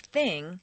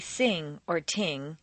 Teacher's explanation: The unvoiced TH is like an S between the teeth. · Shown in: first take · Most people tend to replace the unvoiced TH with S or T, and the voiced one with Z or D.